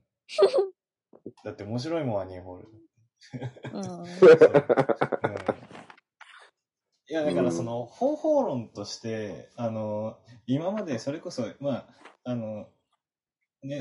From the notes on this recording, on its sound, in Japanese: 今回もリモート収録の為、音声に若干違和感もありますが、ご了承くださいませ。